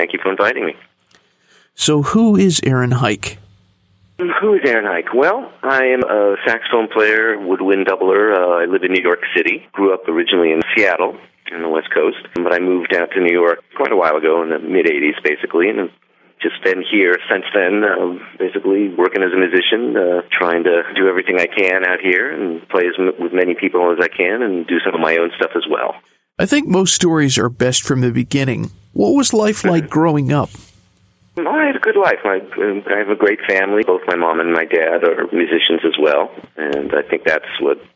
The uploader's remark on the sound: called in to that cozy radio studio